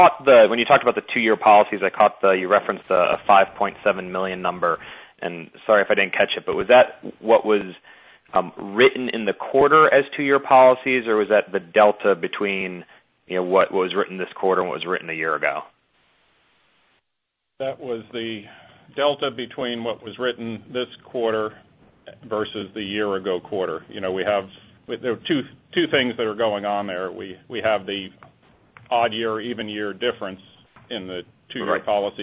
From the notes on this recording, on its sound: ProAssurance Earnings Conference Call